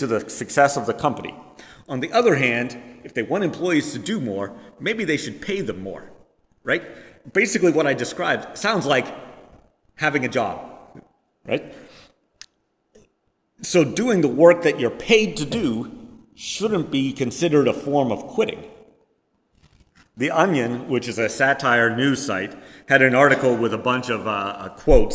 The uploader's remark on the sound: Preached on September 18, 2022, at First Presbyterian Church of Rolla.